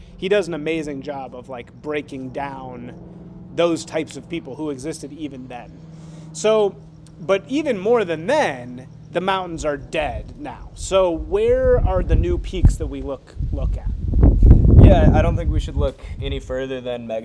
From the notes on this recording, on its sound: conducted outside